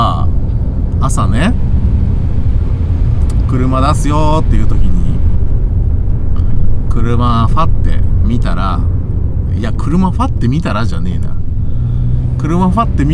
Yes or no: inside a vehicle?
yes